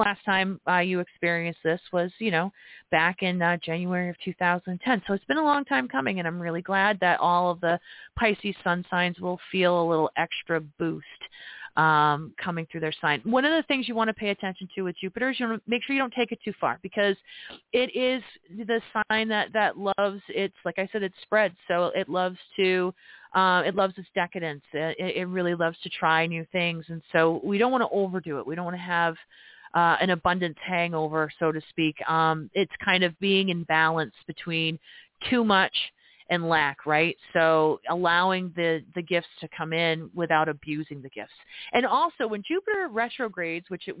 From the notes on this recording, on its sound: This live program leaves room for callers to ask astrological questions and have their chart read.